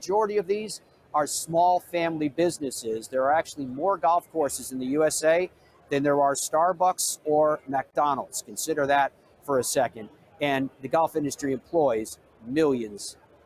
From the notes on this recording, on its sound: Live at the PGA Show in Orlando, where thousands have gathered to preview and purchase the newest golf equipment.